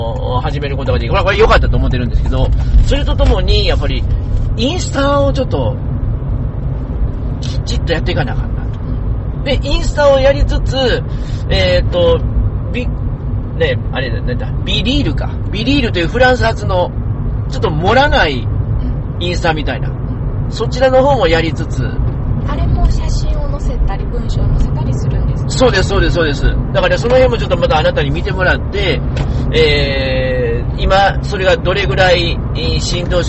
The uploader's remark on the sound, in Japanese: 車の中で収録していますので、少々お聞き苦しいところがあります。